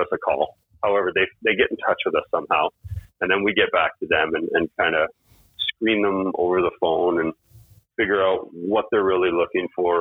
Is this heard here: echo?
no